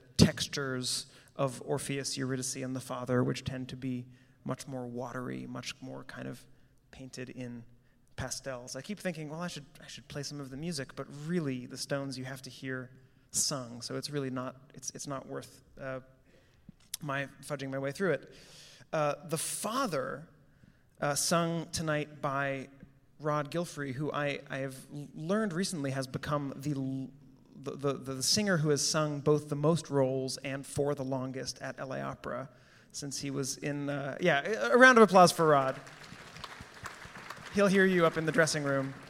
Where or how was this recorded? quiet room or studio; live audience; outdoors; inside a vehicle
live audience